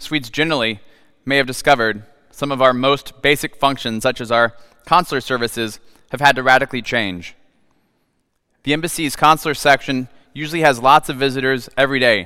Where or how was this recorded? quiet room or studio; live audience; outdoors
live audience